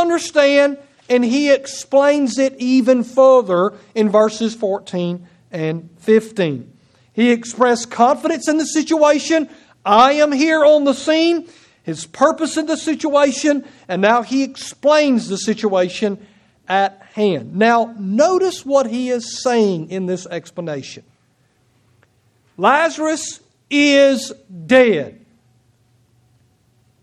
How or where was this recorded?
large echoing room